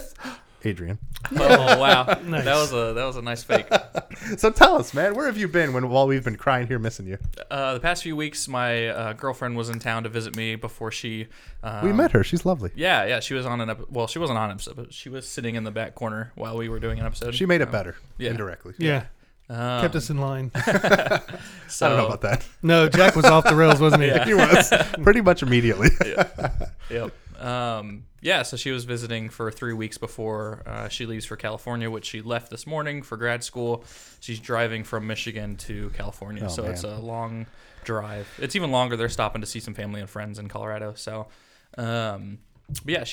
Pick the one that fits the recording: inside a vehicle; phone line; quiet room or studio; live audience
quiet room or studio